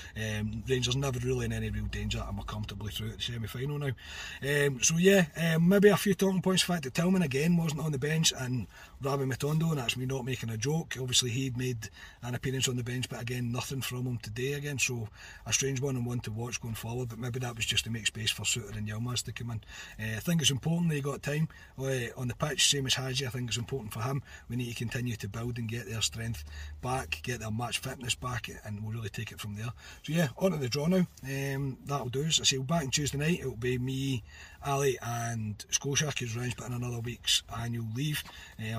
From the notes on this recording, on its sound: Reaction from the car